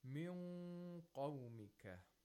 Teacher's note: Here we have ikhfa of nun sakina. And we can place the tongue in the place of articulation of qaf.